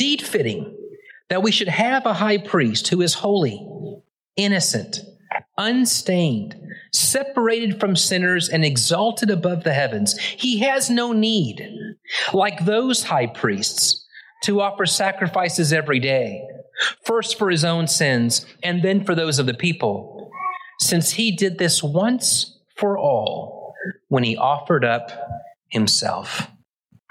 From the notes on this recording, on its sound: Originally preached at the West Side Church of Christ (Searcy, AR) on January 29, 2023.